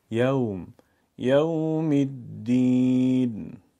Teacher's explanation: یوم از میان دو لب، از دندان ها استفاده نمی کنیم